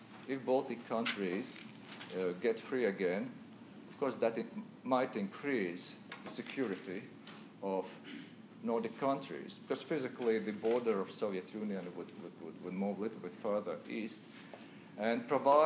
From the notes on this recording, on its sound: At the University of Washington.